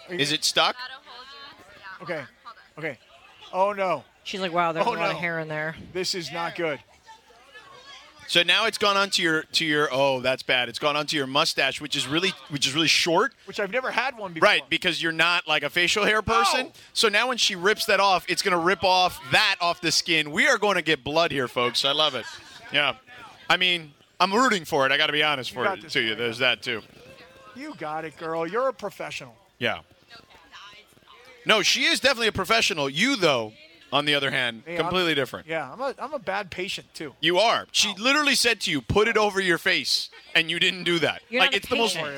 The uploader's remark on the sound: LIVE from Bastards Canteen in Downey to celebrate Veterans Day!